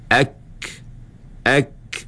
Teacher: pangkal lidah naik ke langit keras.